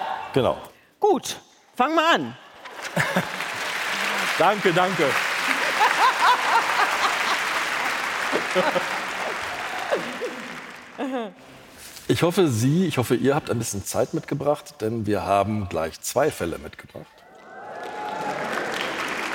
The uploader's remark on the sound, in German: bei einem Live-Auftritt in der Münchner Isarphilharmonie